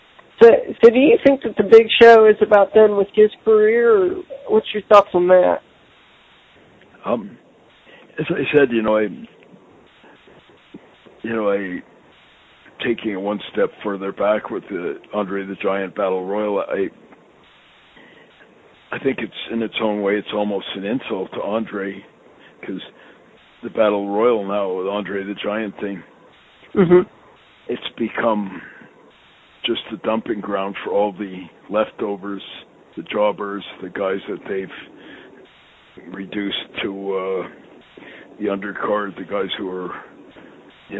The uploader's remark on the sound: I sit down on the phone with my friend